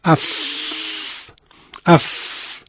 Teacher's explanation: وقتی که ما ف رو تلفظ می‌کنیم به خصوص در حالت تشدید بیشتر مشخصه، صدای هوا میاد، نفخ هوا، دمیدن در هوا، اف اف. این خاصیت حتما باید اجرا بشه، نه با جلوی ف رو بگیریم.